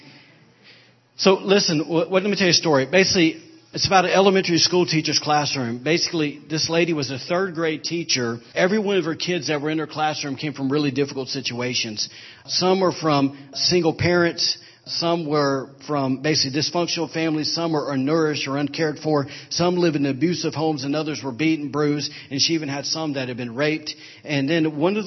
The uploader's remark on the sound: was recorded on Sunday, April 9, 2017 during Sunday morning service at Celebration Life Family Church